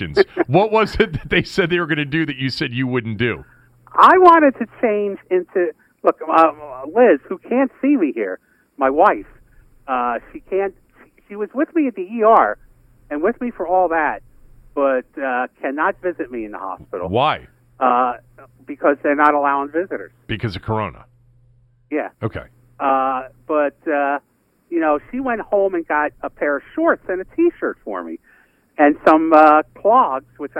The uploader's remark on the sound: Called in from the hospital where he is in pain.